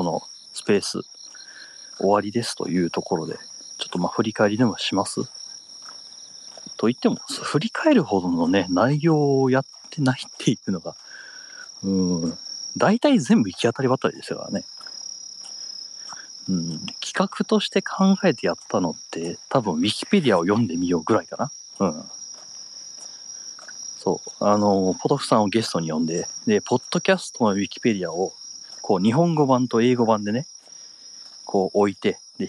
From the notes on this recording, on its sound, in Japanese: 若干咳き込みながら地元をぶらぶらと歩きながら配信します。